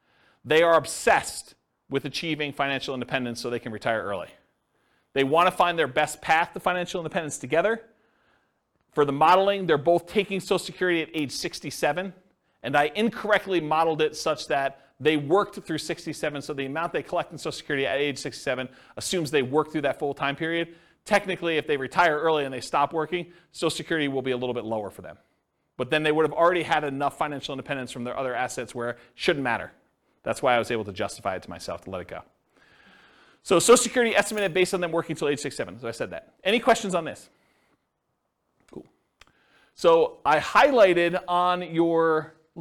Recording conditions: live audience